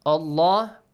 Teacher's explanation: lam is pronounced with a heavy sound